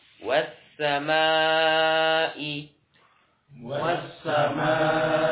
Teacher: Was-samai. Was-samai. Dibaca 4 harokat. Nah, jadi 4 harokat di sini sama dengan kita mengucapkan, ya, kalimat. · Term: mad wajib muttasil